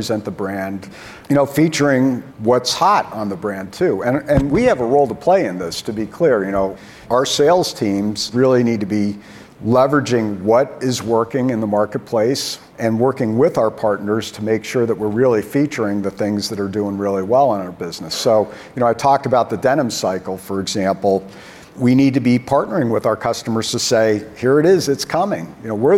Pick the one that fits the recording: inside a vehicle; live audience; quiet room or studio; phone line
live audience